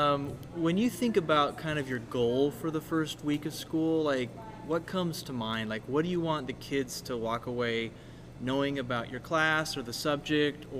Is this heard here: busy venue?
yes